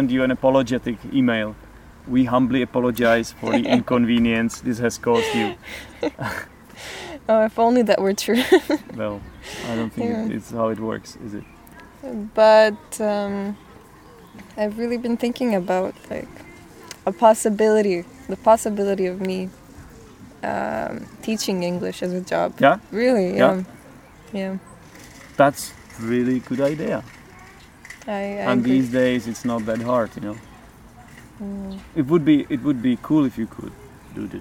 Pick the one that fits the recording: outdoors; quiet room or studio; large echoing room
outdoors